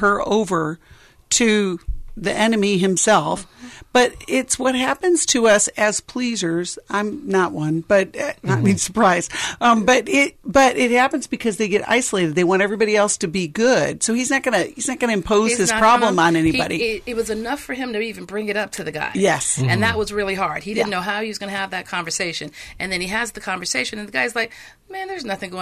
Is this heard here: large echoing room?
no